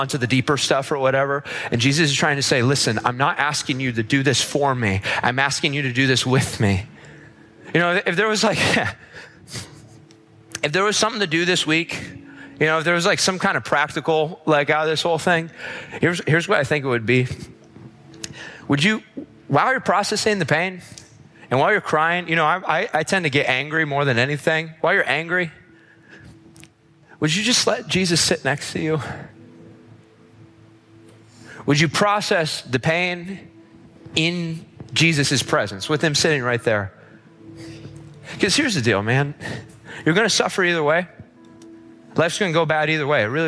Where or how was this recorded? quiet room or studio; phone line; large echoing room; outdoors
large echoing room